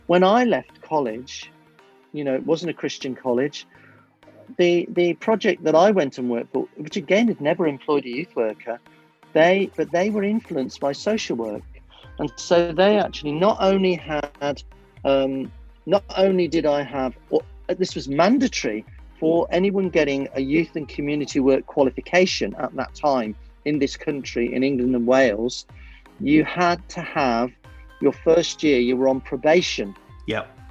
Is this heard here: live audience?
no